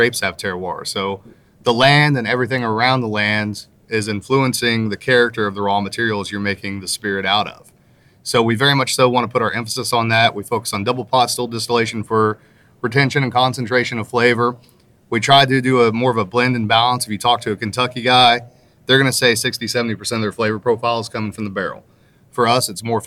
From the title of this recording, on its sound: on Location at Spirits of French Lick